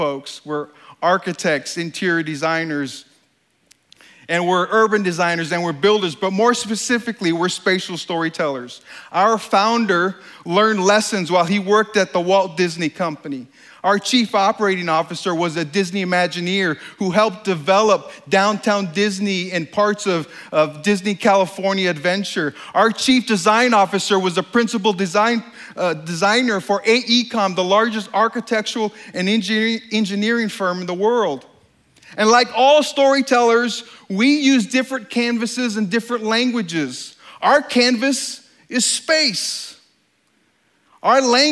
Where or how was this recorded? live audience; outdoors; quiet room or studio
live audience